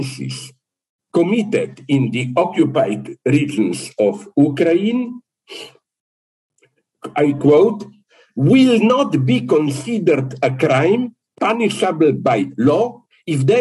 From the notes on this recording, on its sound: This is a recording of a Zoom presentation from 21st December 2022 for the Walden Korea Lecture Series, as part of the International School of Philosophy in ASIA (ISPA).